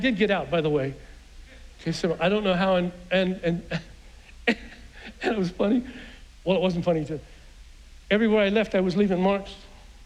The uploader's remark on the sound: was preached on June 6th at the 11:30AM service